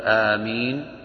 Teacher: بالمد يمد الألف، ويجوز القصر فيها آمين، لكن الميم مخفف فيهما، يعني سواء قرأتها بالقصر أم بالمد فالميم مخففة لا تشدد